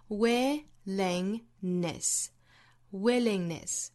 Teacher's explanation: 这三个音节的单词有一个特点，就是这三个音节的三个元音都是相同的口型